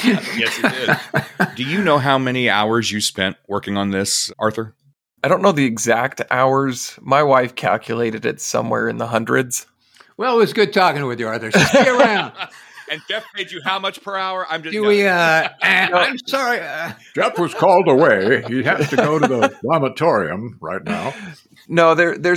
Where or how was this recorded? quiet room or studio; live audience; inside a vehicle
quiet room or studio